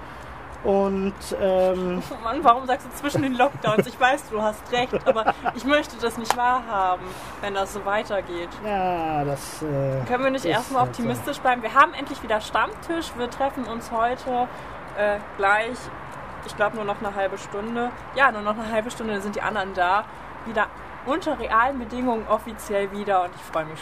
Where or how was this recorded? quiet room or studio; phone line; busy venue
busy venue